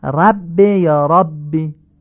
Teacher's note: فتحه ر آی کوتاه خوانده میشه